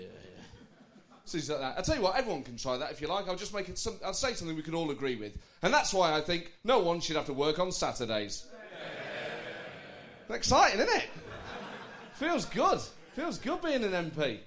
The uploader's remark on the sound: Recorded live at the St James Theatre.